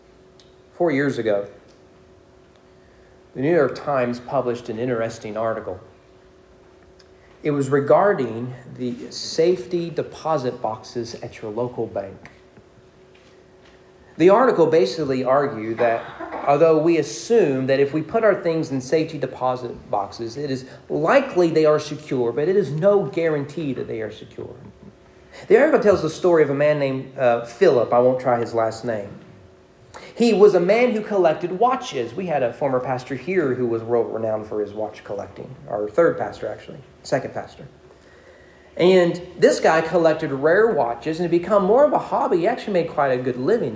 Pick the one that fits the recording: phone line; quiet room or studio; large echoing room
large echoing room